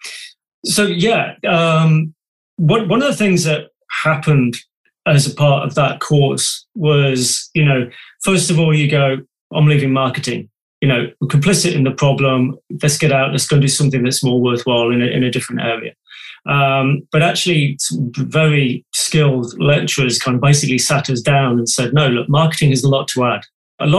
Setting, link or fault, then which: link, video call